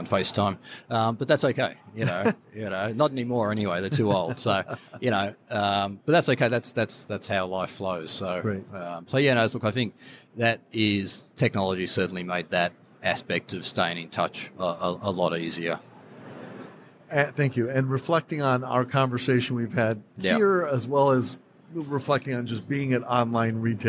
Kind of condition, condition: setting, busy venue